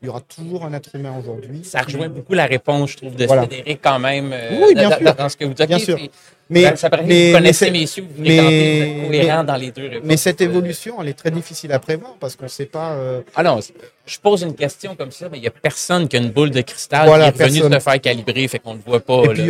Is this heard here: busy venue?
yes